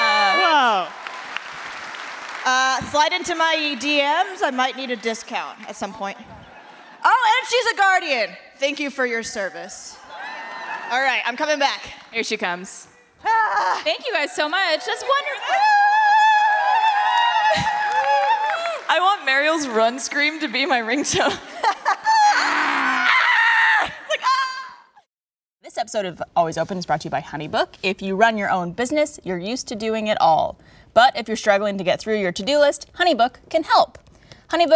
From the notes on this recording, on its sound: for this episode of Always Open live from RTX!